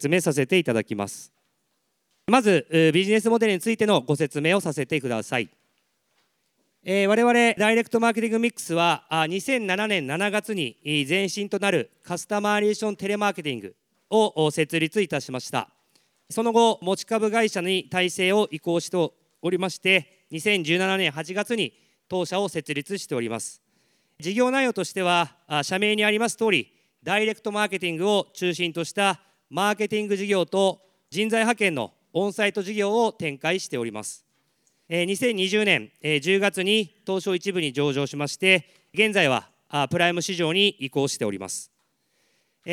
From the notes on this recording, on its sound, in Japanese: 東京・梅田で行われた「ラジオNIKKEI 相場の福の神 注目企業ＩＲセミナー」から。ＩＲプレゼンをお聴きください。